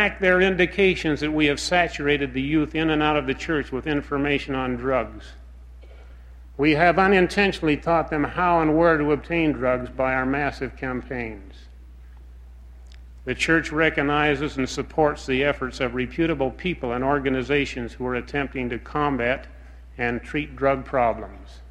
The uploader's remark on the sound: Address delivered at general conference Saturday morning, April 3, 1971